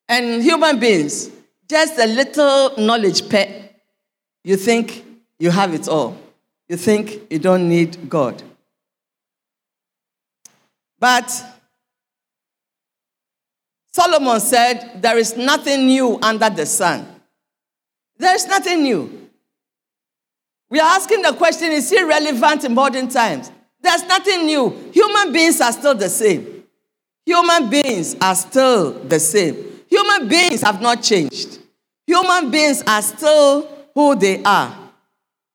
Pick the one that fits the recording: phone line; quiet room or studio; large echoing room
large echoing room